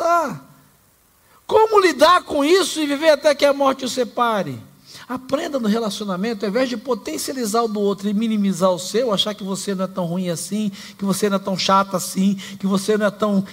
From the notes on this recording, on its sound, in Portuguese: Celebração ao vivo com mensagem trazida pela nossa pastor